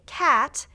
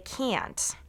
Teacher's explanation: I say cat, but I say can't, where my tongue is much more raised. · Shown in: second take